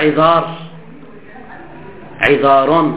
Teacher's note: هذه الراء مضمومة فتكون مانعة من الإمالة